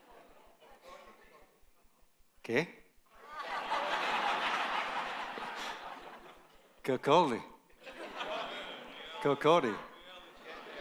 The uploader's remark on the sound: Recorded live in Nottingham at the Vineyard Leaders' Gathering 2023.